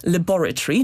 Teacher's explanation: I jednym z najciekawszych przykładów jest tutaj słowo laboratory, czyli laboratorium, które w brytyjskim angielskim wymawiane jest akcentem na drugą sylabę